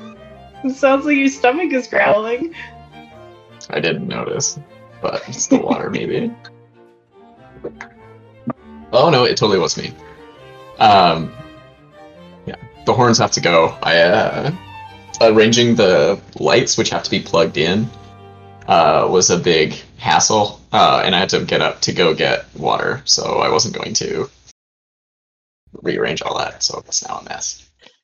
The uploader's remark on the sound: Please note the audio quality on this first session is patchy, but that improves in subsequent episodes.